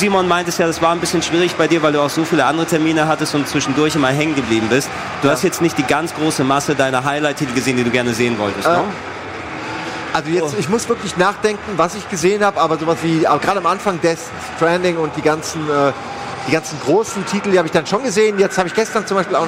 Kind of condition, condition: setting, busy venue